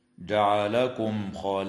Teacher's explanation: إظهار شفوي للميم الساكنة عند الخاء في قوله تعالى: جعلكم خلائف